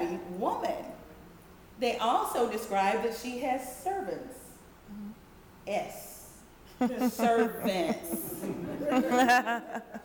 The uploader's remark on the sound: DFW Book Signing at BLACKLIT. It was recorded before a live audience.